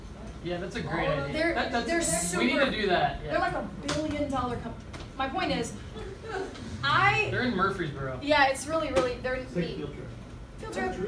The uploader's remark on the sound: had with 80 high school students in Spring Hill, Tennessee